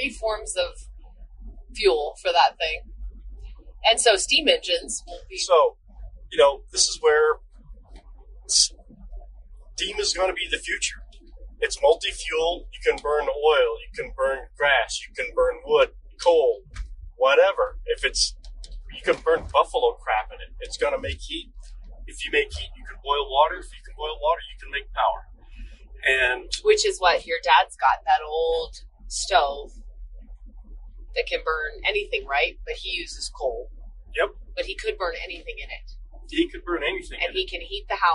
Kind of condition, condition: setting, inside a vehicle